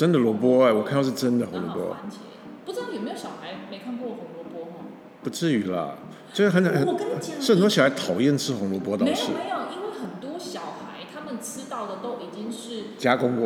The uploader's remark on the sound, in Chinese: 臉書同步直播。這集同步在FB直播，所以現場收音比較吵。